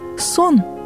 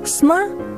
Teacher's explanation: В слове «сон» звук в корне стоит под ударением, он произносится. А в слове «сна» ударение смещается, и звук в корне убегает. · Term: беглые гласные